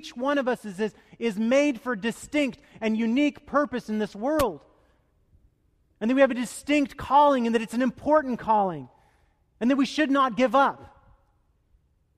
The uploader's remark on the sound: Delivered duruing the Traditional Worship service.